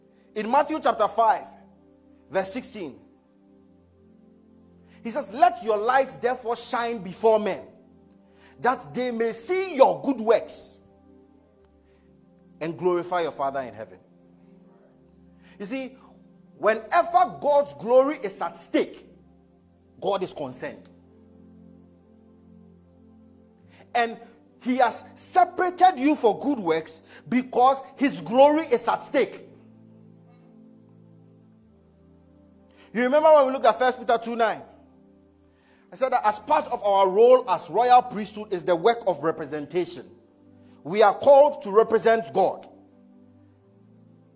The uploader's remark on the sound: Message preached at ICGC Rehoboth Temple - Toronto